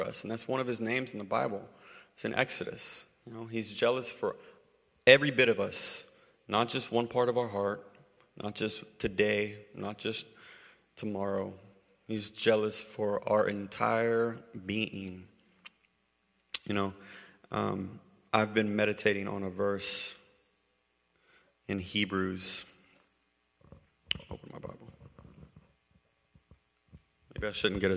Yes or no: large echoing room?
yes